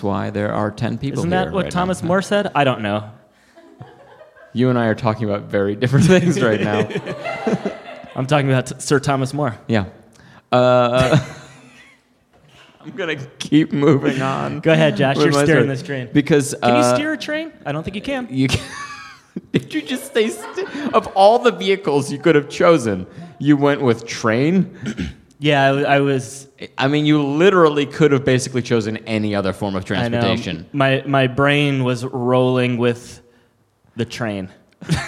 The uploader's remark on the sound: It's our first live show in a long while. Is recorded live at the Comedy Café Berlin in Berlin, Germany.